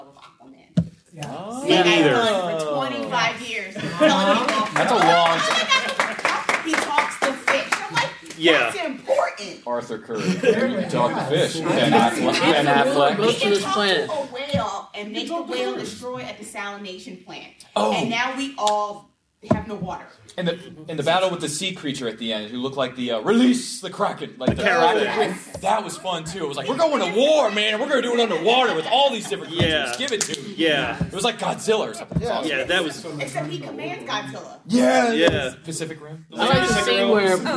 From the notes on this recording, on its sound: A 2019 Farpoint Con Panel